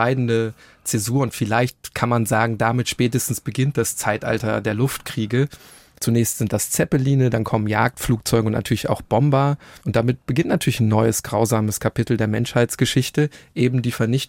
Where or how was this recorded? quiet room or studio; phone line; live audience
quiet room or studio